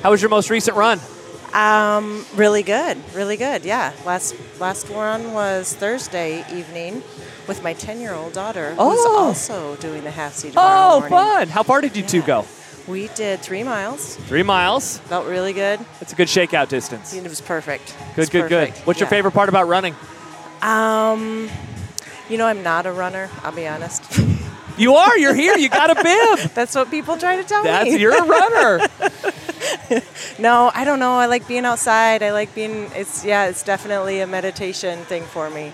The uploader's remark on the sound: Live from the Good Life Halfsy expo! Welcome close to two dozen runners to his booth.